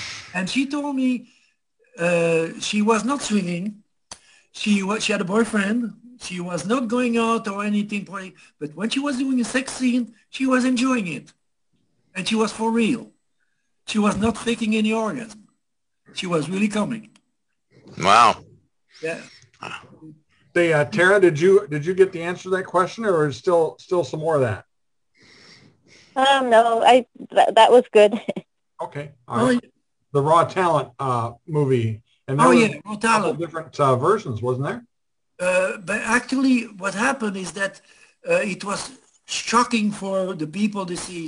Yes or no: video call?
yes